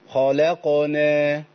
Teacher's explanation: عندي خاء مفخمه لا مرققه قاف مفخمه نون مرققه · Term: المفخم المرقق